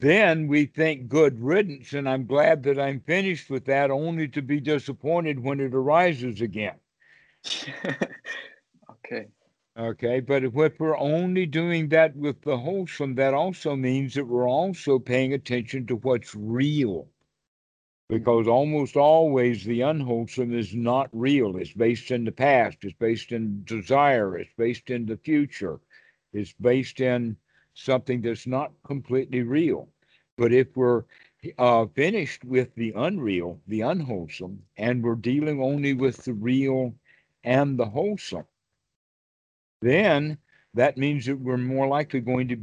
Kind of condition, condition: link, video call